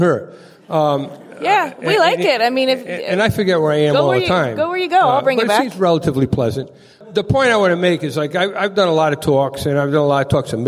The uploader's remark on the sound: Taped live at RISD as the keynote presentation of Design Week RI.